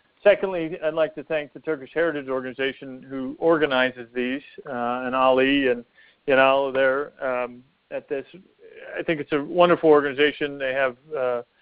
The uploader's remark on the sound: During this teleconference